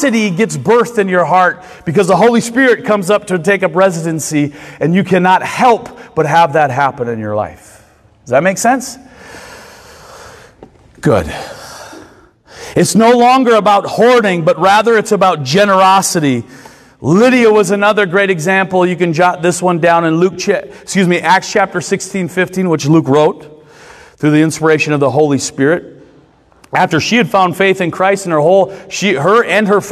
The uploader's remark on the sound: Recorded Sunday mornings at Church of Hope.